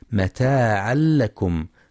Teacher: ينتبه القارئ للإدغام بغير غنة ذهاب الحرف والصفة في متاعا لكم، فلا يقرأ متاعا لكم بالإظهار.